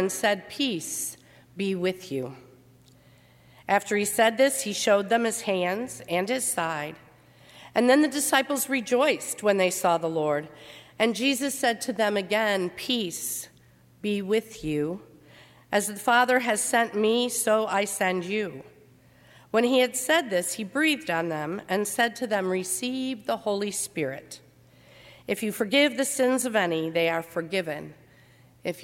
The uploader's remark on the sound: During the 10:30 AM service on Sunday April 28, 2019 at First Presbyterian Church of Arlington Heights, Illinois.